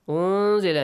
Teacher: نون ساكن plus زا إخفاء إخفاء hide the sound